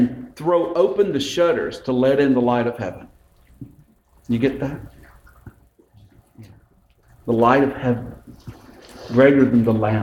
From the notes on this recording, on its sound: This sermon was delivered on Sunday, December 9, 2018 at Westminster Presbyterian Church in Columbus, GA.